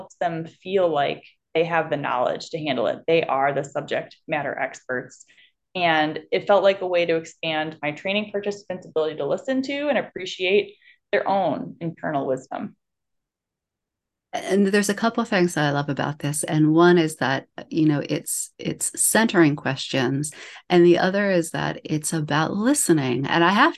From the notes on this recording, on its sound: live via zoom